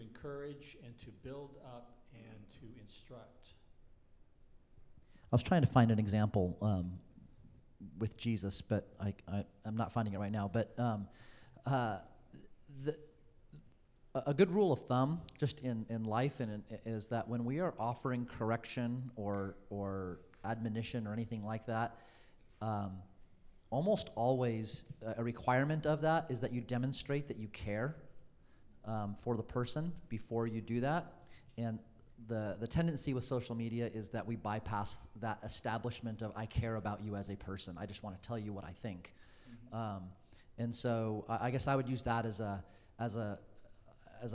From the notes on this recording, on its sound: Questions about this topic from the audience.